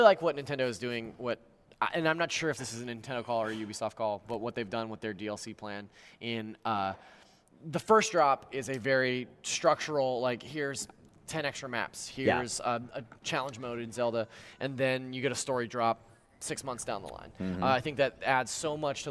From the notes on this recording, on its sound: The NVC team travelled to Cologne, Germany, to report back live from the annual mega-games convention, Gamescom.